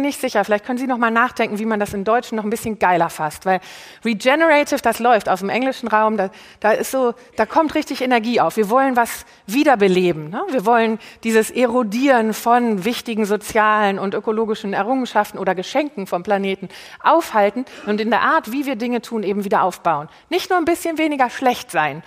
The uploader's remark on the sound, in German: live vom BAM! Bock auf Morgen Festival